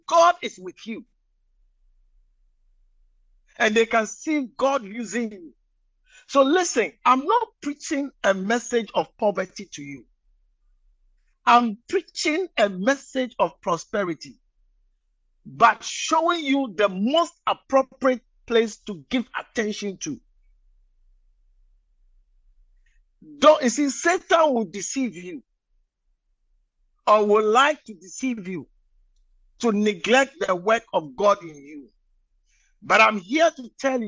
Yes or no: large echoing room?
yes